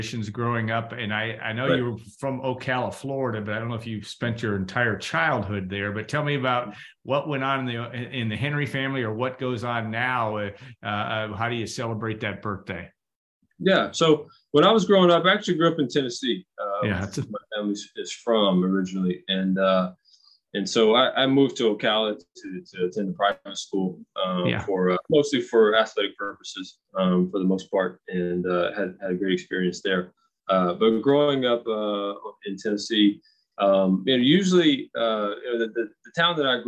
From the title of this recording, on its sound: Birthday Zoom